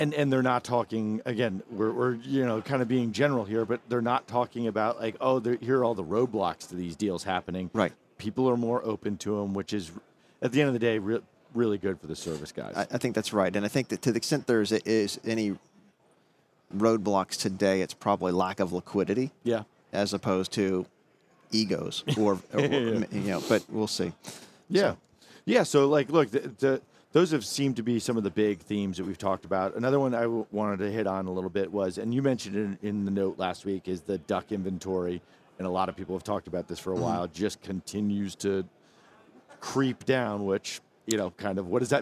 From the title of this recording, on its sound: On the Road at NAPE 2022